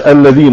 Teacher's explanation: ما خرجش لسانه في الذال على لهجتنا المصرية